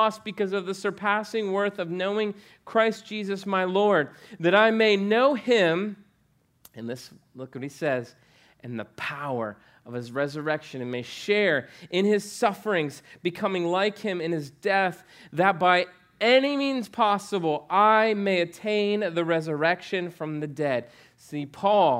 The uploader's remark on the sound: preached on November 8, 2015 at Veritas Short North